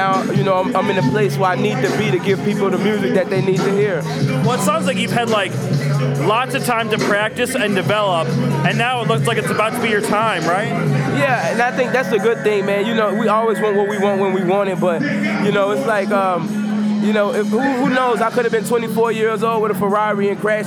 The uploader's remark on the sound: Recorded at SXSW 2016